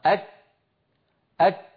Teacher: جربوا مثلي هكذا، أك، انطقوا كاف ساكنة، أك أك، انظروا كيف أن المخرج ينغلق انغلاقا تاما · Term: شديدة